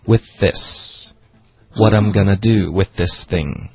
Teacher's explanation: with 的 th 和 this 的 th 呢只读一个 th